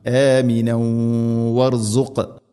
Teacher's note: ആമിനൻ വർസുഖ്, അവിടെ നിർത്തുകയാണെങ്കിൽ ആമിന, കൂട്ടിയോതുകയാണെങ്കിൽ ഇത് ഗാം ബിഗുന്ന. തൻവീനിനെ വ എന്ന അക്ഷരത്തിലേക്ക് ഇത് ഗാം ചെയ്ത് മണിച്ചുകൊണ്ട് ഉച്ചരിക്കണം.